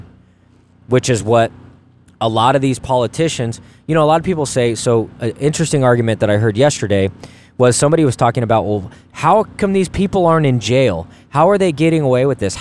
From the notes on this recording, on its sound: LIVE AT THE REAWAKEN TOUR APRIL 2 2022.